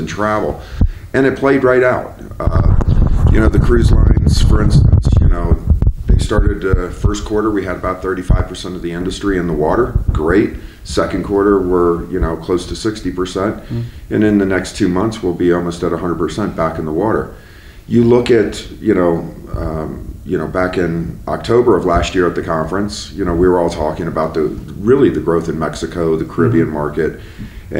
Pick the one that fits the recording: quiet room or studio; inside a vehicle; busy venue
busy venue